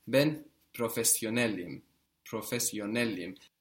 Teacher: you will be putting the accent just before this im ending